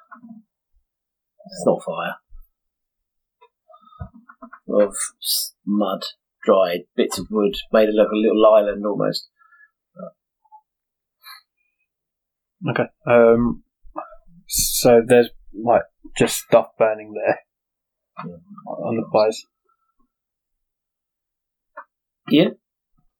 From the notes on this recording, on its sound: Sorry about the crazy audio. Unfortunately our recording of this episode did not go well. Apologies for the quality of the audio, we corrected as much as possible but also have the original audio behind it at just after the 27 th minute.